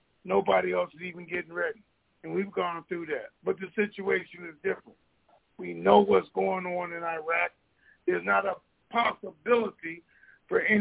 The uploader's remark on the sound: TNTSuperfantastic Conference Call.